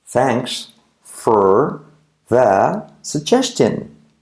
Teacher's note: La R de for decae si quieres.